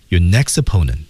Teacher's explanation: your next opponent 两个 t 失去爆破